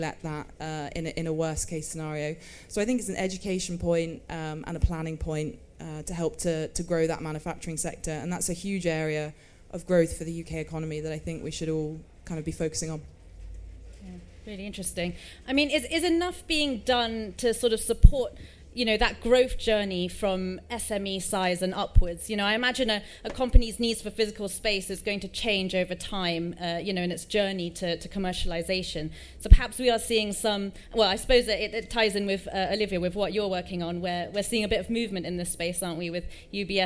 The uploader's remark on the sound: Recorded live at MIPIM in Cannes.